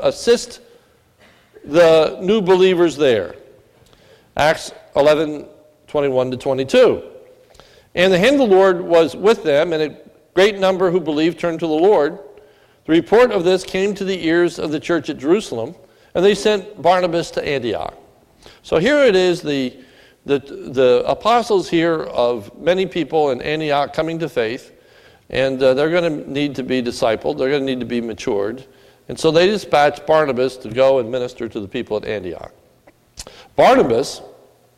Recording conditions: large echoing room